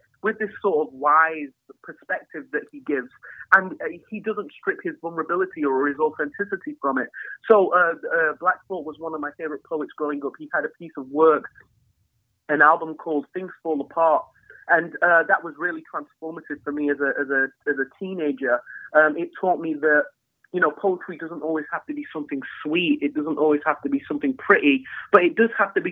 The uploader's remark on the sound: Please note this episode was recorded over the phone due to Covid-19 restrictions and this affects the sound quality.